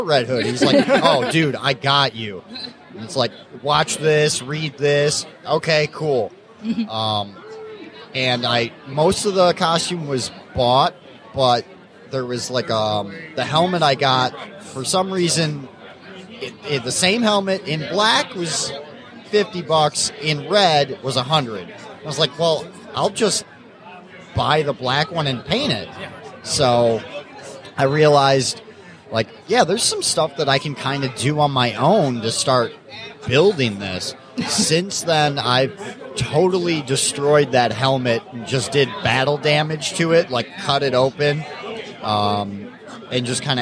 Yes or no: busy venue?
yes